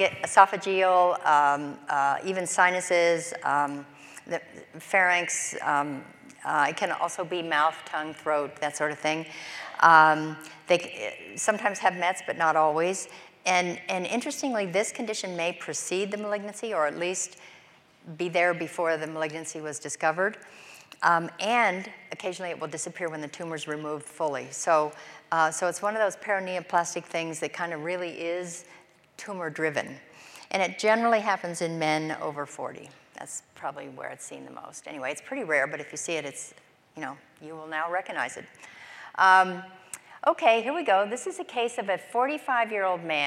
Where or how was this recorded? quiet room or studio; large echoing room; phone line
large echoing room